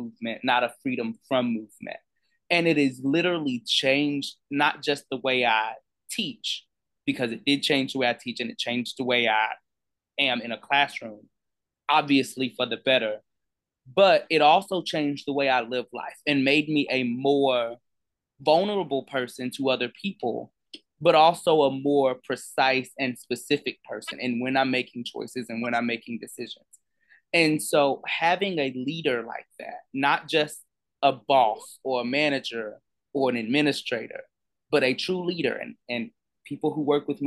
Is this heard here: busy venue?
no